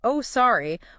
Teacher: But if we're having a debate and I say, oh, sorry, with a sharp, rising intonation, heavy stress